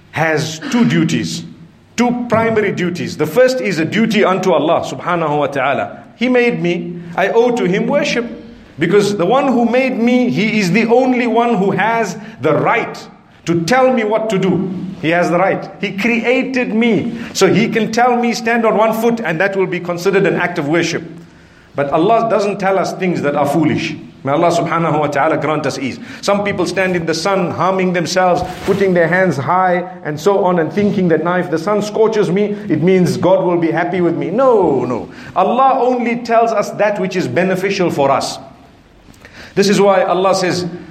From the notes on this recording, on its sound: Lecture from the Arcadia Masjid in Harare Zimbabwe.